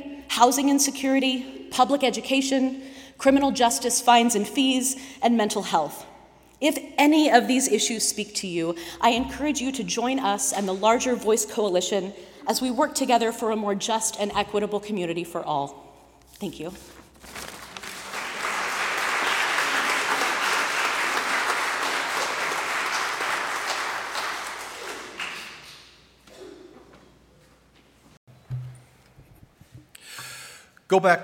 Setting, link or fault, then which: setting, large echoing room